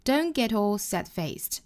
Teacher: 这个 don't 尾部的 t 我们做省读 Don't get all sad-faced.特特后面遇到辅音了，这里面需要做省读处理。Get all sad-faced.这个 get 和 all 连读。Get all sad-faced.